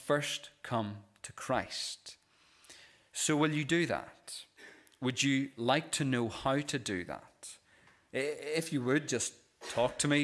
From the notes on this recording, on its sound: This is the recording of the Bible reading and sermon from our morning service on Sunday 26th November 2023.